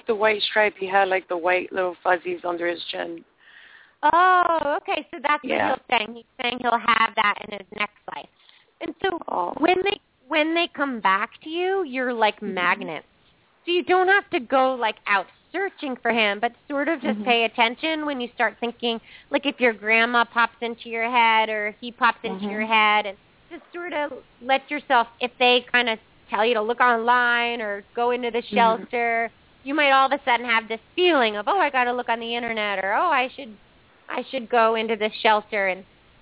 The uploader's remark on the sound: open up the lines for listeners to call